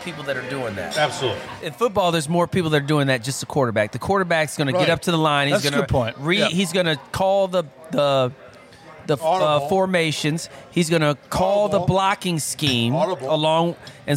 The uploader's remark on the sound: Recorded LIVE at DC Prime Steaks and Seafood in Ashburn, VA.